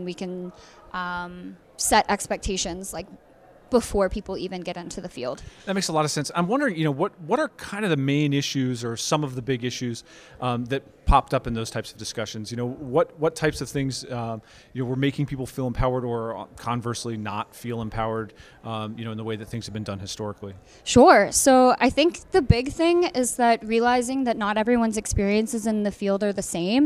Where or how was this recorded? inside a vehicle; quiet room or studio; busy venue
busy venue